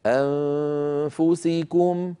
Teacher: نون ساكنة بعدها فاء، النون المخفى صوت مرقق